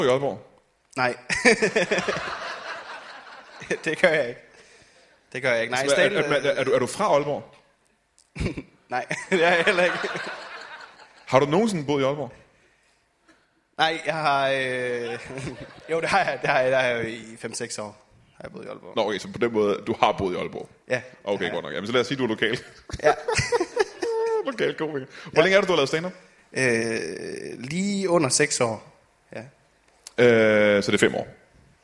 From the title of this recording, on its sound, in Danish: LIVE fra Skråen i Aalborg